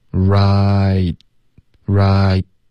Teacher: 这个停顿是靠舌尖顶上颚、封住气流，挺的干脆 · Term: 干脆的停顿